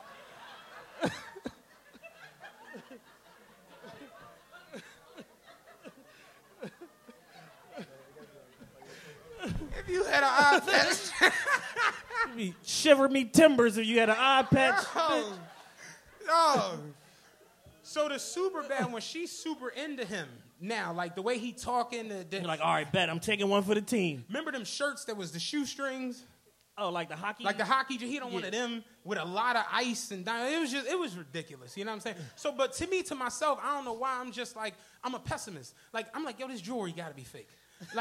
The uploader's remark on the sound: returned to the venue of their first live show Punchline Philly to celebrate with some members of #TRPENATION!